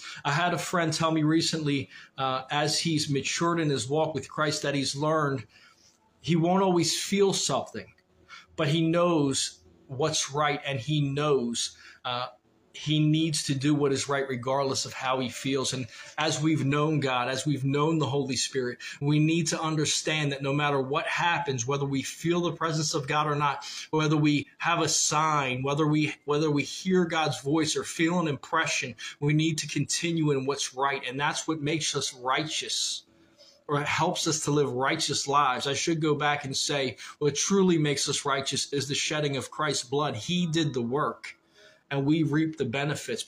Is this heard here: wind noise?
no